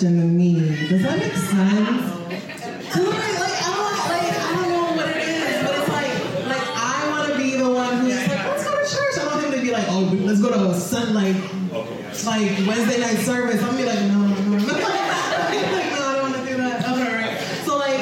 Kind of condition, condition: setting, busy venue